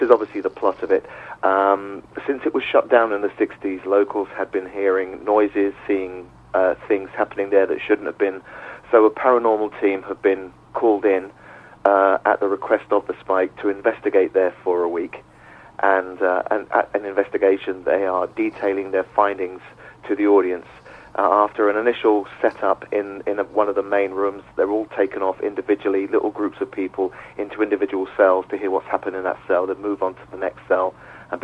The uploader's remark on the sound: is joined on the phone